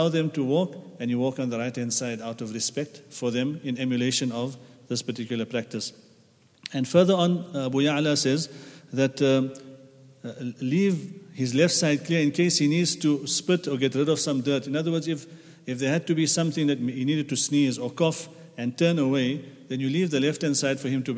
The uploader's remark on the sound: at the Houghton Masjid (West Street)